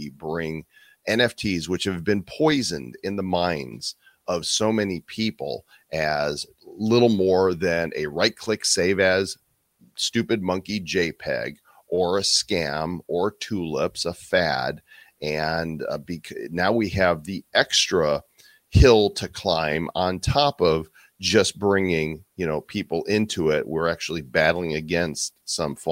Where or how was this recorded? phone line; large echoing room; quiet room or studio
quiet room or studio